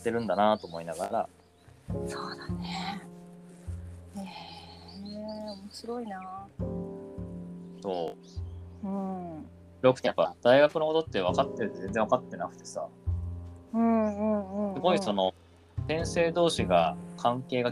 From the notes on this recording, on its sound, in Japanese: 今日はお散歩しながらの収録。ホーホケキョ、なんてBGMを聞きつつも。